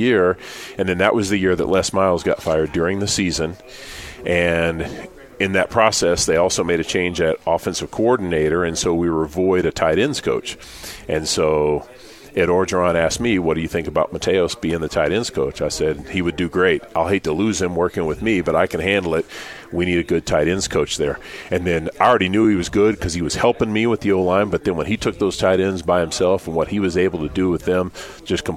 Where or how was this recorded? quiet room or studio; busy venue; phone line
busy venue